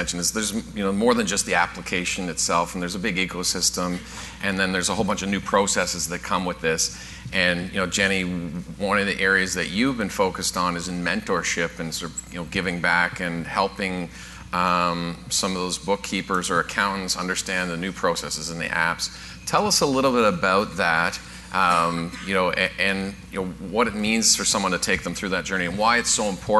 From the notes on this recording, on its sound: Live Broadcast at the The IPBC IGNITE Conference.